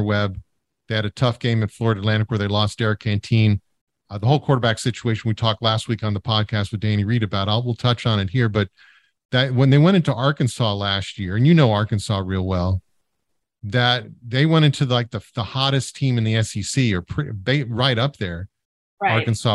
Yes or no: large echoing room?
no